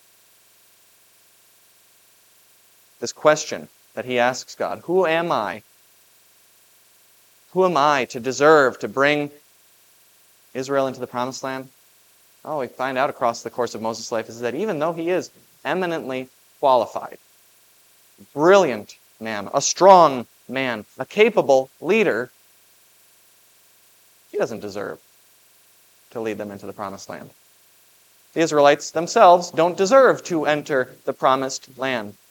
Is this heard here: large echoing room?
yes